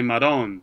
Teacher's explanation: I mean, a lot of what's in The Sopranos is Sicilian because they take off the final vowel at the end of the words · Term: taking off the vowel